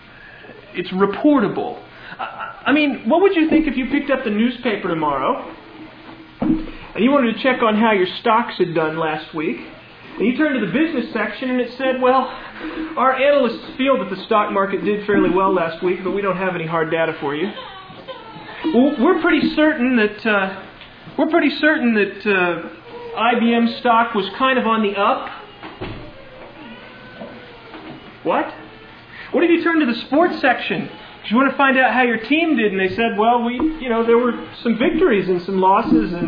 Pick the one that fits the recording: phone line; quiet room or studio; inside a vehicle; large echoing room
large echoing room